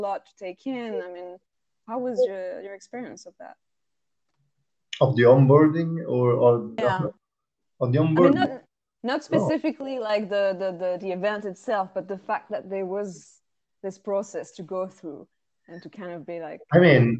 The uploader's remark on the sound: The sound quality is not as good as I would have wished but we had so many technical difficulties trying to record this talk I thin kthat is the best we will ever get.